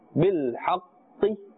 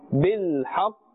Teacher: We are stopping at the sound of the qaf without pronouncing its haraka, without pronouncing the kasra in this case. · Shown in: second take